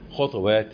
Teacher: بإسكان الطاء ولا تنسى القلقلة طبعا